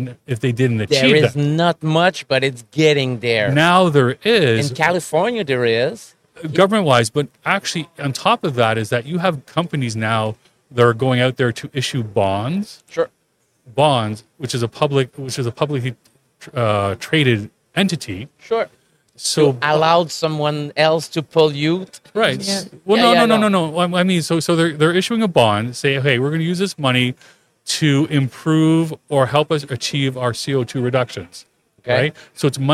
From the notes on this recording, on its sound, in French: En direct du Salon Industriel de Terrebonne